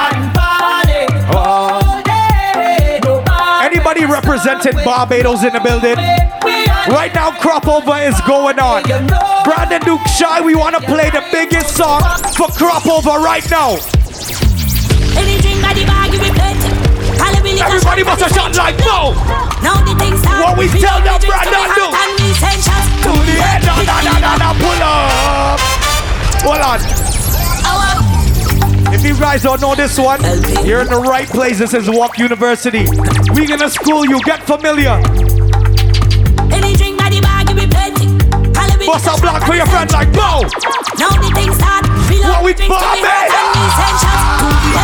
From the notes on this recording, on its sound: LIVE AT WUK U SUMMER SCHOOL!